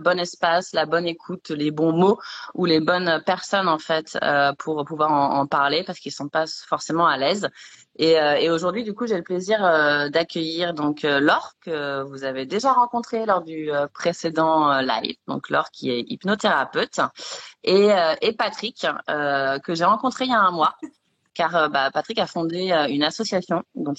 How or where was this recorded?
video call